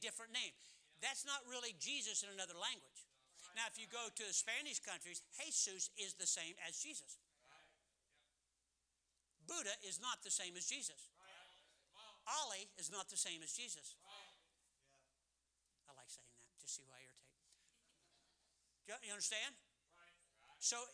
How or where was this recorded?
large echoing room